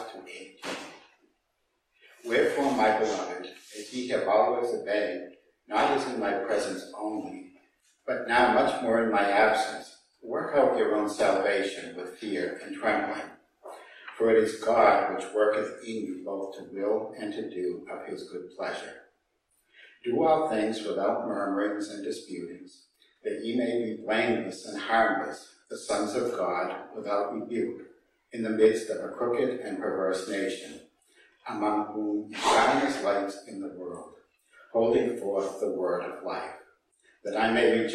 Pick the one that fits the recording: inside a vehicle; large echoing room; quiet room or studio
large echoing room